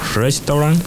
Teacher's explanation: Cambiamos el acento y terminamos sin la vocal